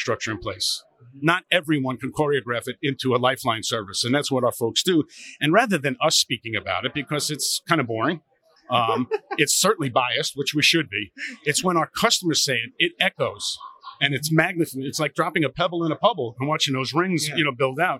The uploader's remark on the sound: Live from Metro Connect